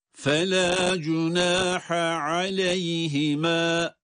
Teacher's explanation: Şimdi ha'yı okuduktan sonra ayın okumak için bir yer değişikliği yapıyoruz boğazda.